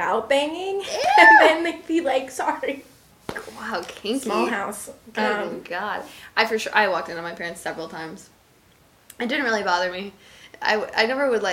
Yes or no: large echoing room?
no